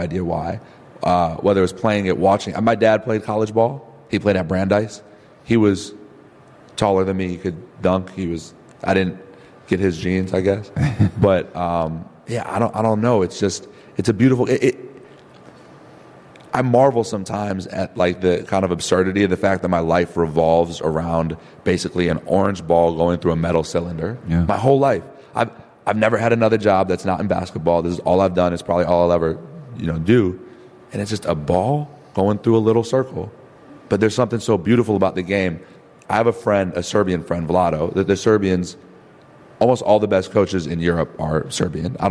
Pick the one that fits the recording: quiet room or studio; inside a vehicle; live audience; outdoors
live audience